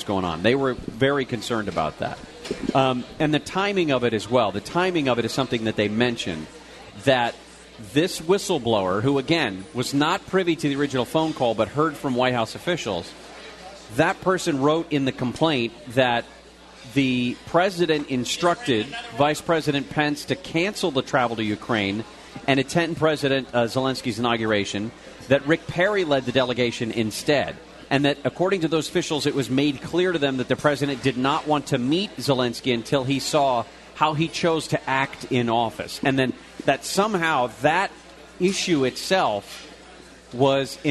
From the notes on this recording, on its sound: LIVE From BJ's In Orange. Live at BJ's Restaurant and Brewhouse in Orange.